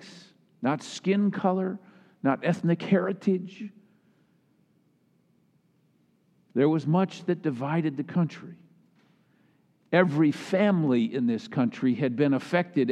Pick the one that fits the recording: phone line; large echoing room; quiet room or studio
large echoing room